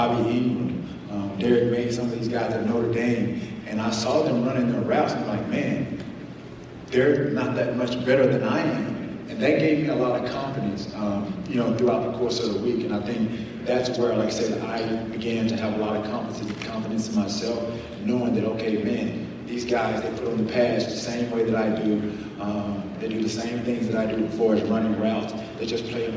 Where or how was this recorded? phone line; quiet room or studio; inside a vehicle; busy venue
busy venue